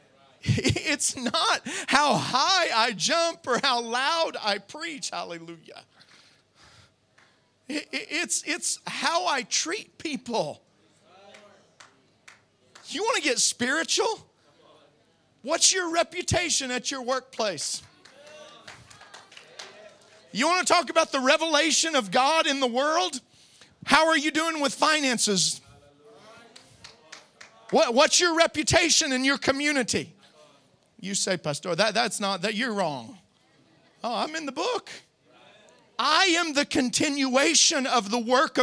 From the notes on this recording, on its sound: Preached at Deep Calleth Deep Conference 2023, 5 Dec Morning Service